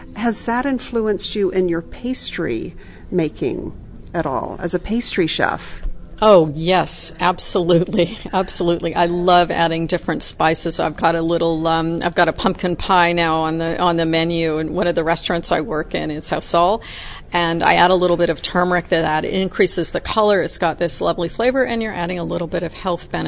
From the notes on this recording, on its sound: She is a fellow member of Les Dames d’Escoffier and we had a fun Kitchen Chat at one of the conferences.